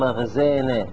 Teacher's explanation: الألف الثانية بعد النا نميلها نقول مغزينة · Term: إمالة